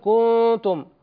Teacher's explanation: أشبع الضمة التي في الكاف التي هي قبل النون، فتولد عن هذا الإشباع واو · Term: إشباع الحركة